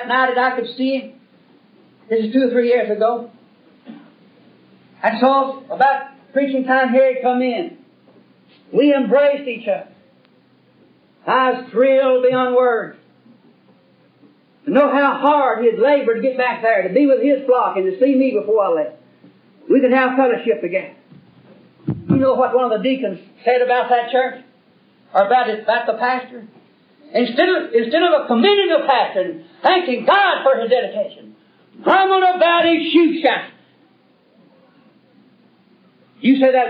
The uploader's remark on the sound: This message was preached in 1971 during the constitution of Trinity Chapel Primitive Baptist Church (since renamed Clinton Primitive Baptist Church) in Clinton, Kentucky.